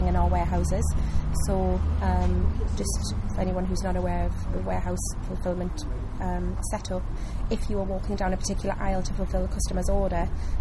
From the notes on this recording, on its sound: Recorded at the Low Carbon Best Practice Exchange, Newcastle.